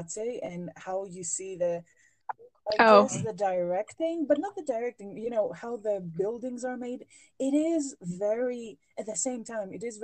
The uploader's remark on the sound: Two non-english speakers who live across the ocean from each other. Sorry for all the awkward audio.